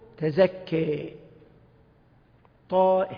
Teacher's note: الفتحة التي قبل الألف قربها للكسرة، والألف المقصورة تقربها للياء، لا تنطقها ياء خالصة لكن تقربها. · Term: الإمالة